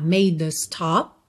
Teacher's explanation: O E final da palavra made não é pronunciado, então esse D já liga na letra A.